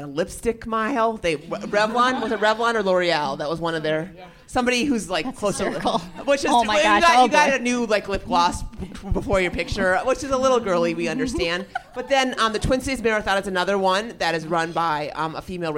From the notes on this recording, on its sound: Coming to you from Eau Claire, Wisconsin, as part of the AMR Retreat. In front of a live audience.